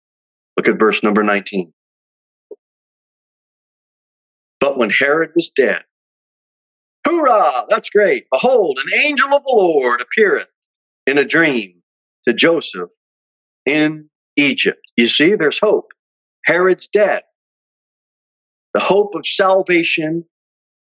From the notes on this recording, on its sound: Sermon delivered at Pilgrim Baptist Church on Sunday, December 25, 2022, at 2:15 pm